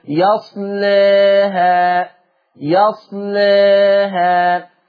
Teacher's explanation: شوفوا عشان اعمل تقليل للالف رققت اللام